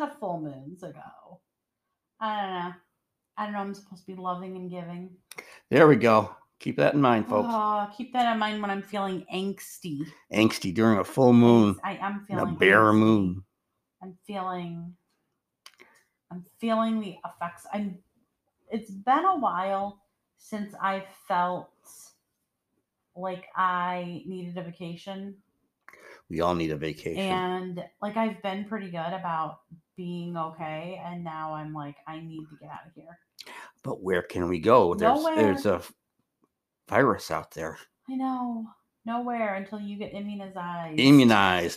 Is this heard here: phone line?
no